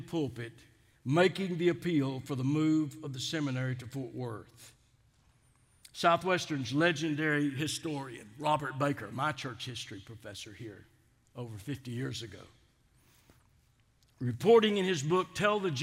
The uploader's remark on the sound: Delivered the Founder’s Day Address at Southwestern Baptist Theological Seminary on March 10th, 2022 in #SWBTSChapel.